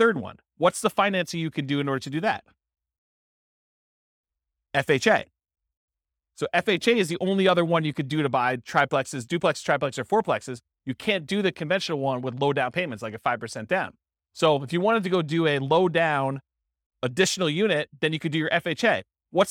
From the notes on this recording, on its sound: This was a live class recorded.